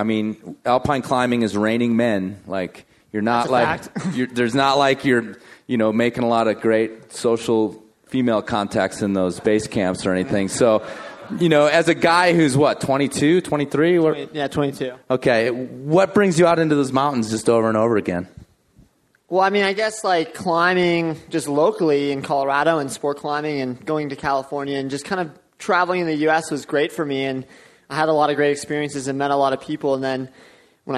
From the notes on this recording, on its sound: We rebroadcast audio from the 5point Aspen event from Feb 2013. In front of a capacity crowd at the Wheeler Opera House in Aspen.